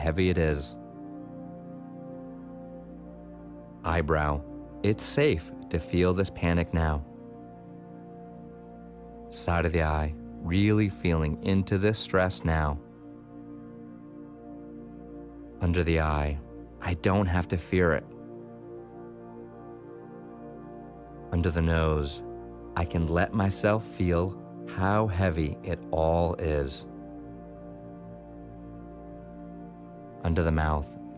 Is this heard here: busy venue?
no